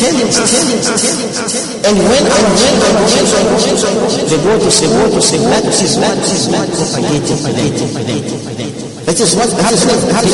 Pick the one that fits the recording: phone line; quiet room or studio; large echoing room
large echoing room